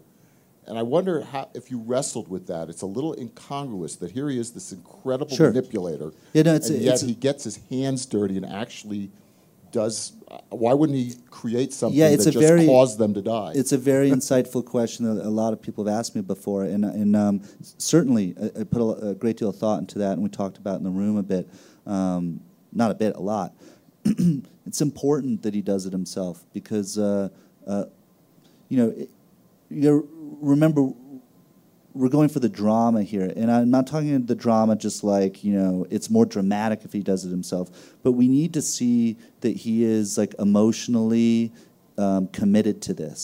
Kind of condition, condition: setting, busy venue